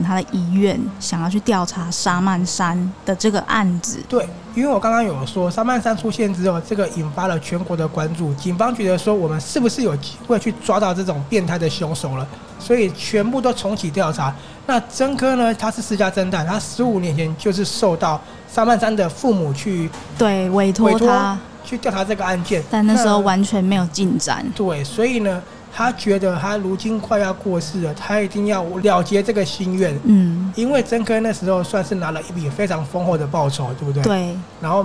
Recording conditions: busy venue